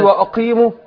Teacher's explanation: القاف المكسورة تاخد أدنى درجات تفخيم